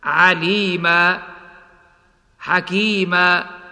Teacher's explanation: وعندما يكون بالفتحتين تبدل الفتحتان ألفاً تمد بمقدار حركتين فقط · Term: الإبدال ألفاً